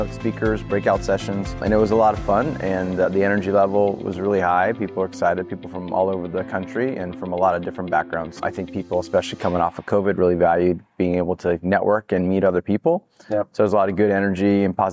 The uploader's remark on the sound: PDMA invited me to their conference, which was in Orlando, Florida, to interview some of their speakers.